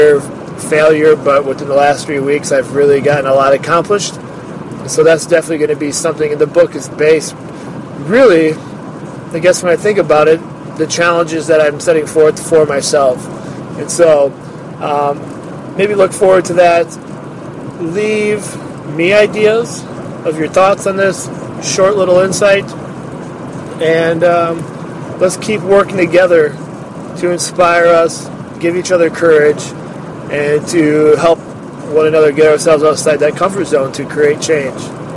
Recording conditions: phone or laptop microphone